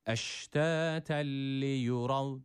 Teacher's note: Ra burada kalın okunması gerekiyor. A sesini veriyoruz buradaki ra harfine. Çünkü üstün bir hareke almış.